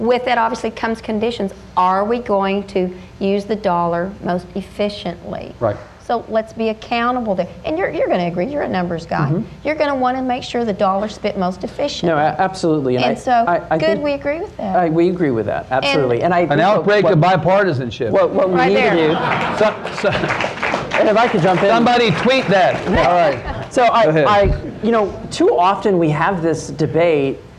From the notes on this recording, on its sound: Hot Seat conversation at Trinity University in San Antonio